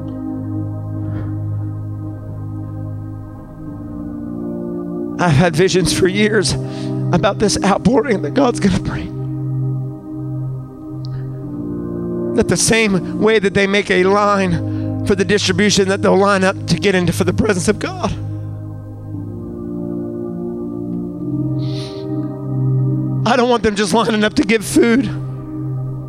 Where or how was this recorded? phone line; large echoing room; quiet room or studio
large echoing room